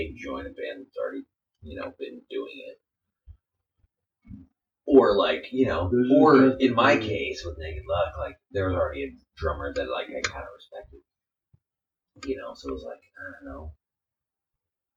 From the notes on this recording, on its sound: This episode, we messed up. Poor Poor audio.